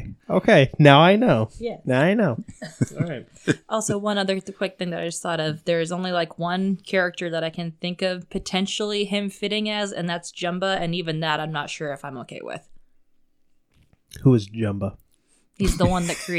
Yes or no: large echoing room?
no